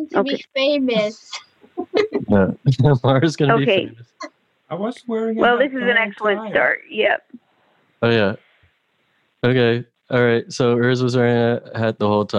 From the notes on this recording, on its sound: Play listener-created games with callers via Zoom!